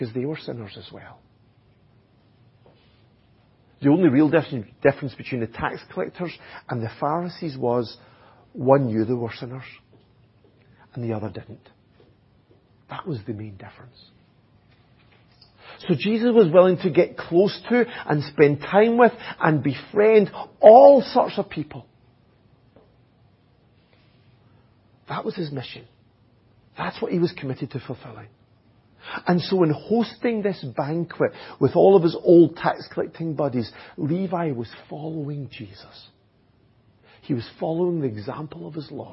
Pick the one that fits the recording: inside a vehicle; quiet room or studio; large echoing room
large echoing room